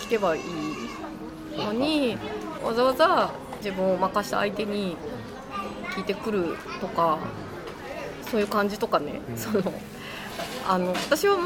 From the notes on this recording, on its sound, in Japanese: 収録日: 2017年6月28日 (雨) 収録場所: 上野公園